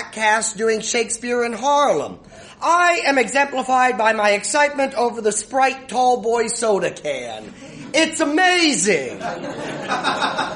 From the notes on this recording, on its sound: This was recorded at the Chris Farley Cabaret at iO Chicago last Friday before a really excellent IST show